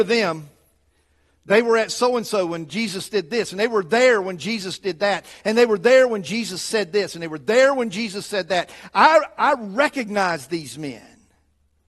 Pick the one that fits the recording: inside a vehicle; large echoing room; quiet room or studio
large echoing room